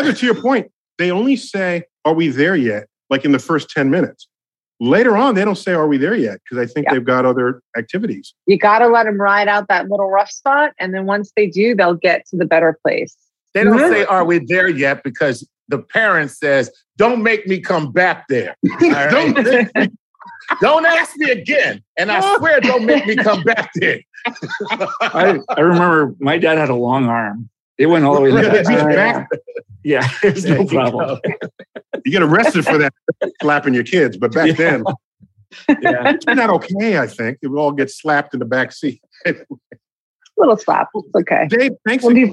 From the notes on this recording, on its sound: at PocketLab’s Science Is Cool Virtual Unconference